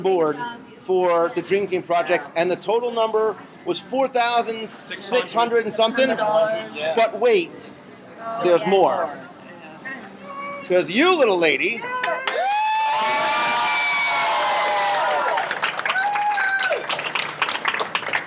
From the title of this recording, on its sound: Live from the Disney Dream